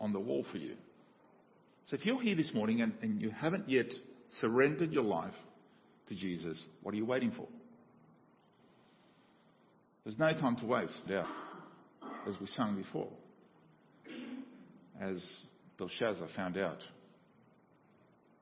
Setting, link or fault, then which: setting, large echoing room